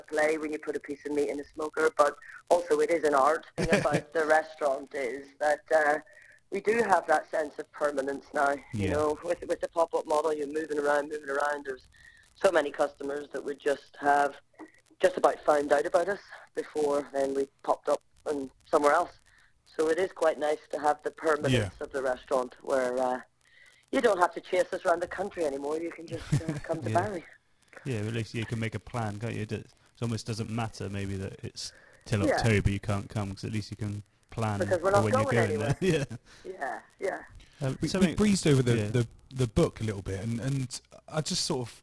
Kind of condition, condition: fault, poor sound quality